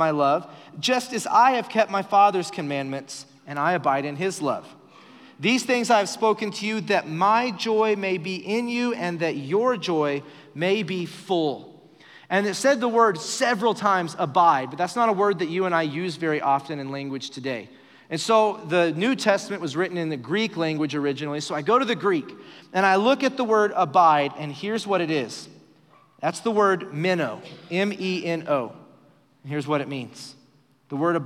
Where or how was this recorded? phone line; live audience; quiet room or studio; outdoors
live audience